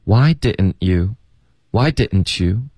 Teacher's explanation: Why didn't you?所以 didn't 会有一个喉音停顿， Didn't Didn't 然后 didn't 的 t 连到 you 的时候呢，我们就发 chu.